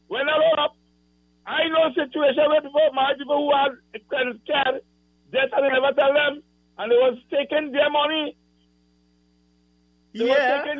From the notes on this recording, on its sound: During this hour we take calls from our audience